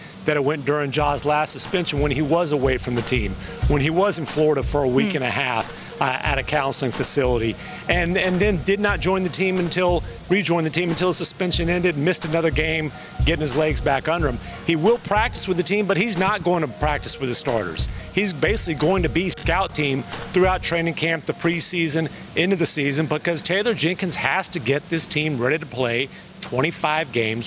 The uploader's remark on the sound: We're live from NBA Media Day!